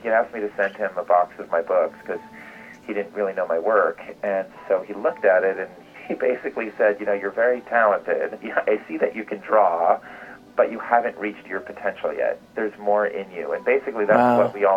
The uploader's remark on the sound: by phone | digital recorder